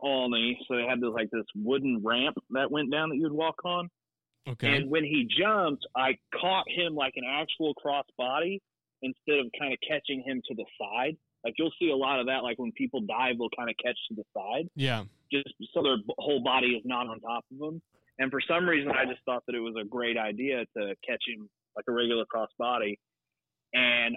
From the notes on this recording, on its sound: While they are watching WrestleMania 39, the guys have a special guest on the phone.